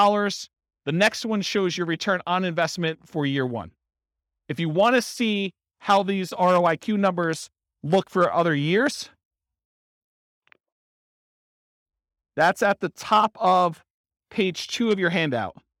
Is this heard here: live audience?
yes